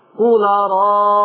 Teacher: بعد ما تمدي الألف ستة حركي وسط اللسان عشان تخش على الياء